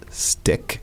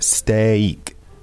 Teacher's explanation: So it's not stick. It's not a short sound. There are actually two vowel sounds here. · Shown in: second take · Term: long sound